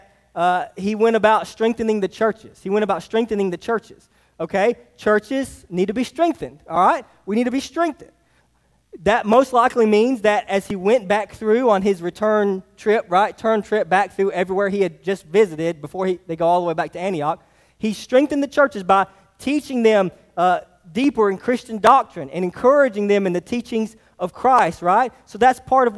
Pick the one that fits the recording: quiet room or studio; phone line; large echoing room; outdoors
large echoing room